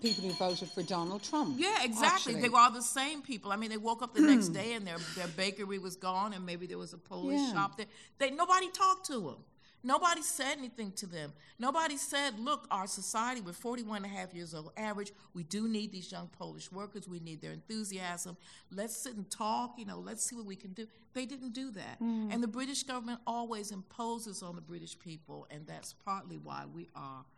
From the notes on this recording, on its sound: speak to a live audience